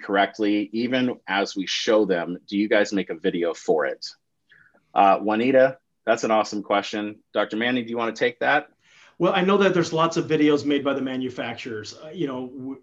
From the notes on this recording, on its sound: During this live interactive webinar